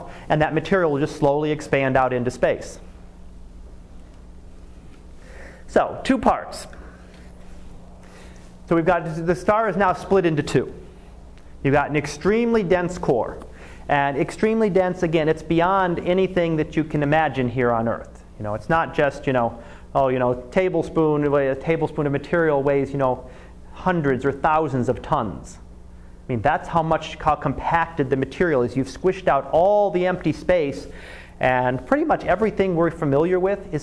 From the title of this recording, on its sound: Live Class Lecture